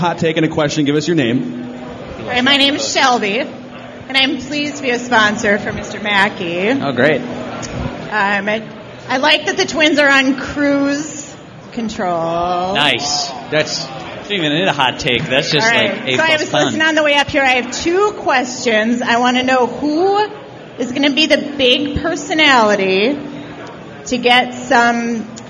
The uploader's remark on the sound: Live from Modist Brewing this week. Questions from the audience!